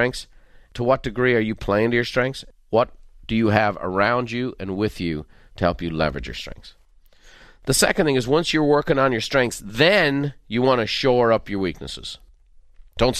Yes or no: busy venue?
no